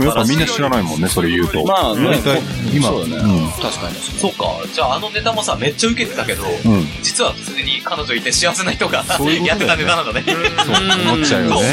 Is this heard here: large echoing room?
no